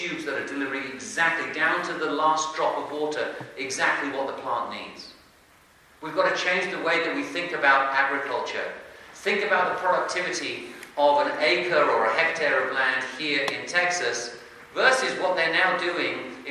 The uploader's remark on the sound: Spoke to the CEO Club at a breakfast event the McAllen Country Club recently. Used the Q&A portion of the event.